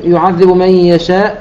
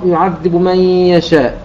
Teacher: نخفي ضمة الباء نأتي بها سريعة · Shown in: second take · Term: الروم